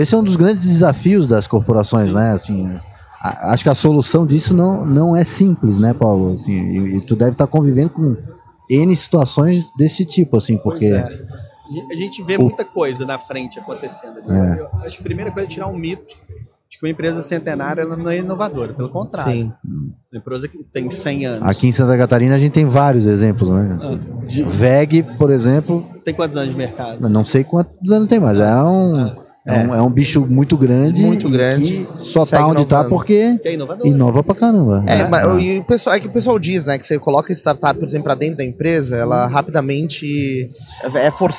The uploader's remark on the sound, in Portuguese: Este episódio faz parte de uma série "pocket" gravada durante o Startup Summit 2023 em parceria com a Invisto e o Economia SC.